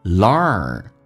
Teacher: 这个单词有点难发，鼻音先不要先发出来，重度卷舌